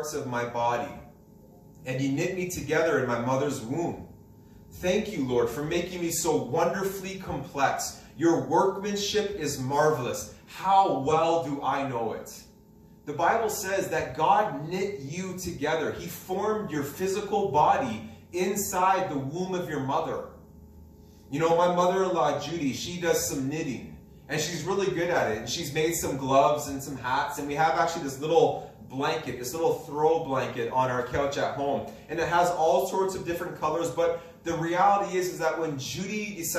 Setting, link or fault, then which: setting, large echoing room